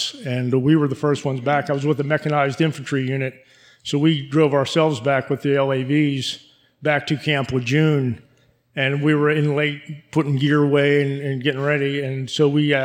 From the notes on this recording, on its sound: Recorded live on June 11, 2016 at Spring Valley in Fayette County, Pennsylvania. Listen to the stories and voices of local veterans recorded live.